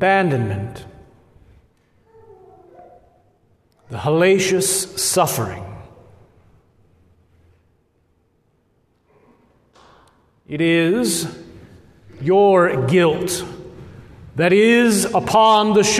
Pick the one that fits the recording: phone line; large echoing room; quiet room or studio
large echoing room